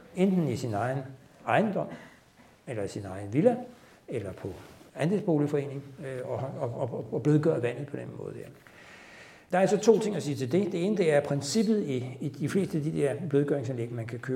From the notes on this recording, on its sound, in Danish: live optagelse fra Science Stories videnskabssalon